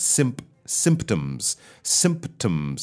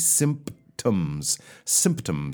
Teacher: You have to kind of pop from that P to a T. · Term: p sound